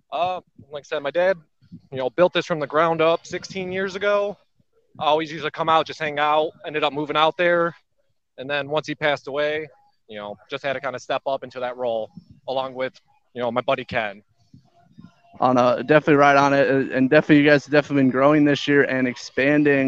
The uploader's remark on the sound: SCR Live: DarkSyde Acres Haunted House at Michigan Metal Fest. SCR was invited to do press coverage from Michigan Metal Fest.